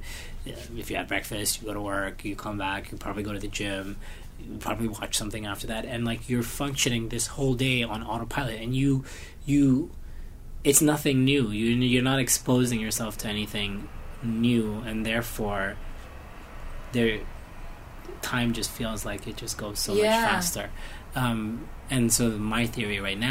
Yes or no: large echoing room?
no